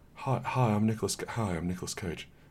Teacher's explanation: it's like weirdly breathy